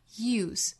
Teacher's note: use 作为名词的时候哈，读清辅音的 use